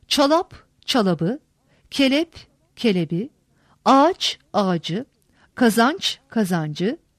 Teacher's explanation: Birden fazla heceli kelimelerin sonunda bulunan P, Ç, T, K ünsüzleri iki ünlü arasında kalınca tonlulaşarak, yumuşayarak B, C, D yumuşak G'ye dönüşür.